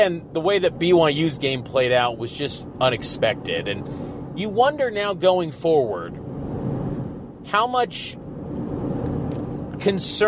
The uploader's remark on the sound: on his drive home to Salt Lake from LaVell Edwards Stadium in Provo.